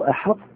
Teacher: فهذه متفق على إدغامها إدغاما ناقصا، فلا أقول أحط، لو قلت أحط فقد أضغمتها إضغاما كاملا، أقول أحط، أبين الاستعلاء التفخيم الذي يخص الطاء